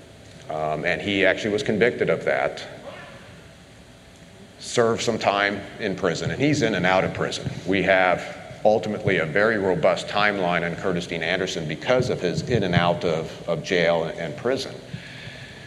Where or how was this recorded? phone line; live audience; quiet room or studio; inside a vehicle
live audience